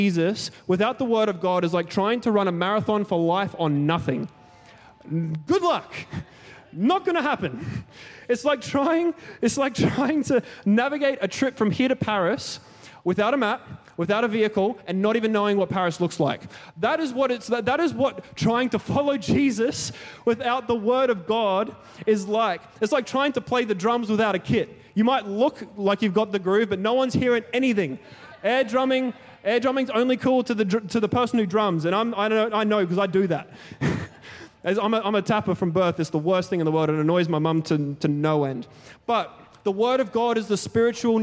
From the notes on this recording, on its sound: Recorded during our 5pm service on Sunday, the 16th of July 2023.